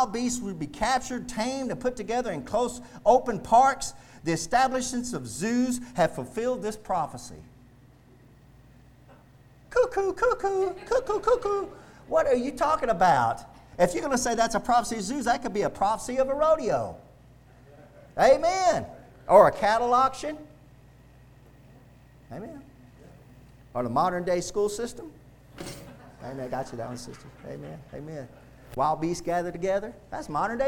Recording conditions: large echoing room